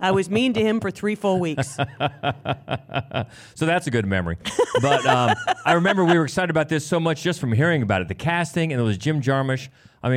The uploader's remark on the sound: We're back in front of a live crowd at Gateway Film Center.